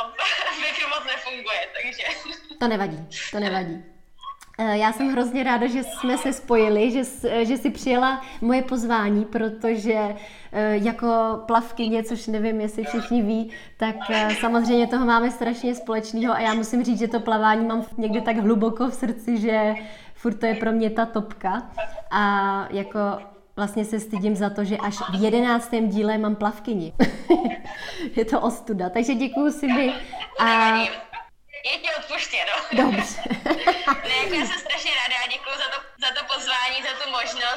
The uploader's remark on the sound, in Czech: Záznam IG live streamu.